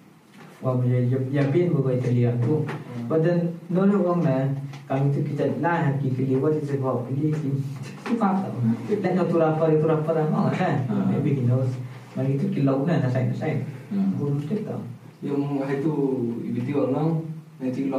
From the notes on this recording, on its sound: First Off Sorry for the Quality of the Sound. He deleted the Audio by mistake. We have to take the Audio From the Camera.